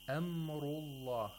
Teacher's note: The ra was pronounced with tafkhim because it has a dhamma. Yes, with thickness.